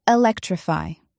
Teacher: the first syllable of suffix -ify is unaccented and makes a schwa sound, and the second syllable has a slight accent and says -fi. The main word will contain a stronger accent, as in electrify.